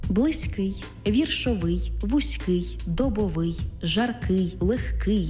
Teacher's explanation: Короткі та деякі багатоскладові прикметники мають наголошений останній склад.